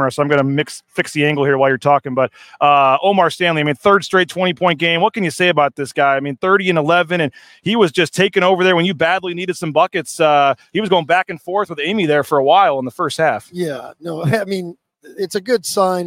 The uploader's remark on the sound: Postgame Show. LIVE in San Jose with live interviews.